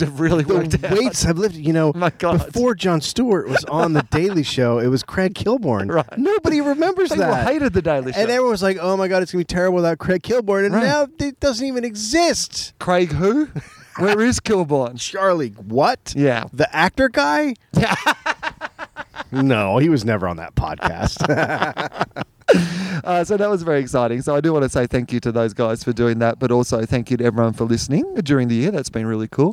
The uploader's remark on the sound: On the roof. The sweet sounds of LA at night.